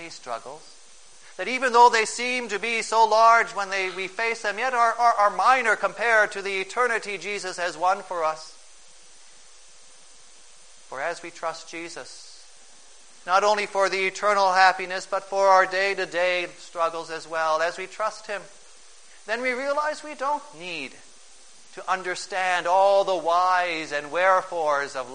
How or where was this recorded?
large echoing room